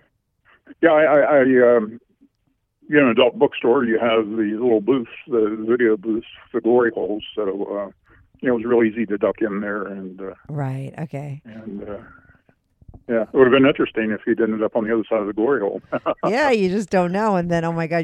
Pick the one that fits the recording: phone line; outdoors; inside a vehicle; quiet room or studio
phone line